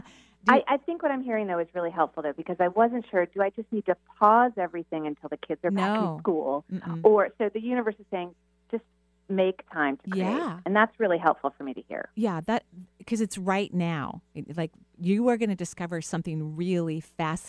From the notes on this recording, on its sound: On today's call in show. Takes calls from around the US.